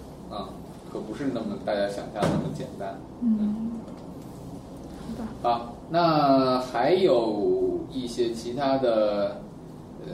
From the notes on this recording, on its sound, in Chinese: 本期节目为在张大妈办公区用录音笔录制，可能有街道上的杂音，请见谅。